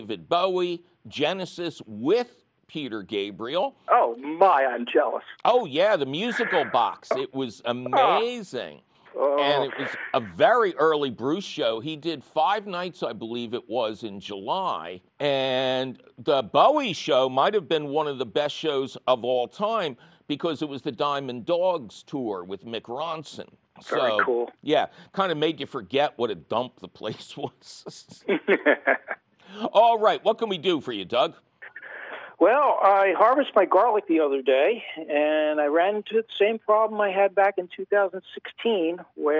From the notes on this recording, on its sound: your fabulous phone calls!